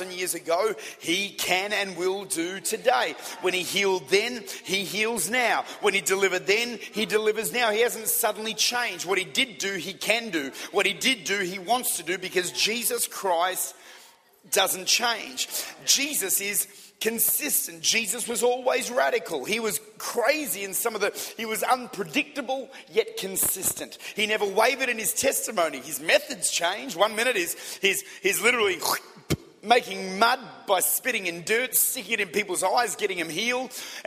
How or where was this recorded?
large echoing room